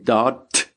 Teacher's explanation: ek sê daad met 'n T as het ware